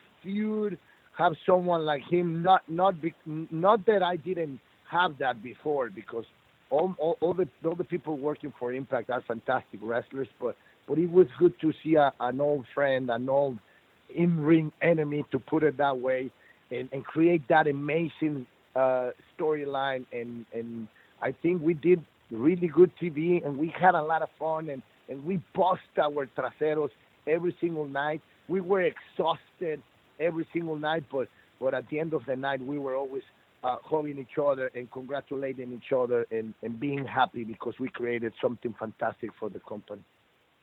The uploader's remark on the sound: the audio from the November 29, 2107 Impact Wrestling Media Call